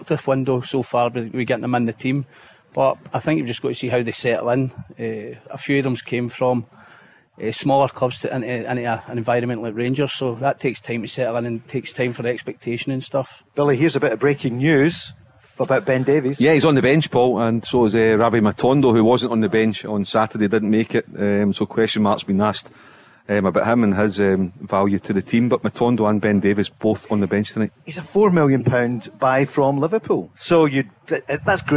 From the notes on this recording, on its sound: LIVE from the Radisson RED in Glasgow.